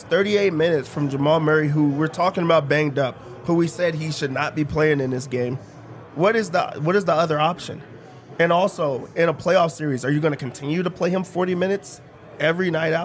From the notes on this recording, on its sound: Come to you LIVE from the DNVR Bar.